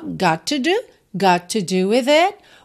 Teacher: got to, junta num T só